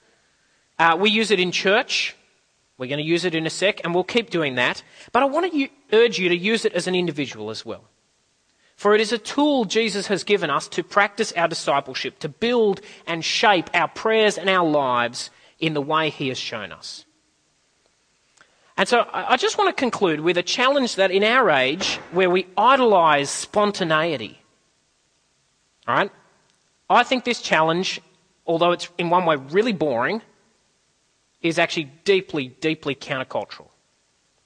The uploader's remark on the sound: At a CIG service